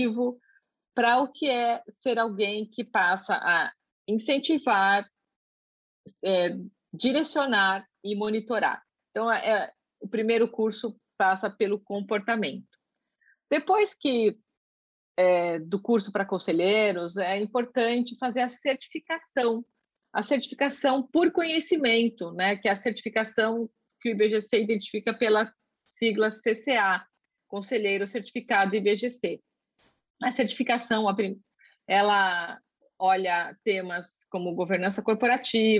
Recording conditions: video call